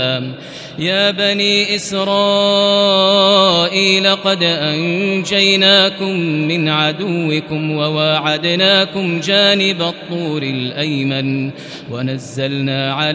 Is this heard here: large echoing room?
yes